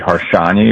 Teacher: the S is actually a sh sound in Hungarian, so it would be Harsanyi, but no one was pronouncing it right.